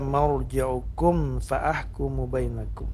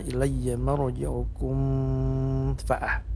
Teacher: Tidak boleh misalnya ilayya marji'ukum fa'ah, tapi harus diizharkan. Izharnya namanya izhar syafawi karena mim adalah huruf berada di 2 bibir. · Shown in: first take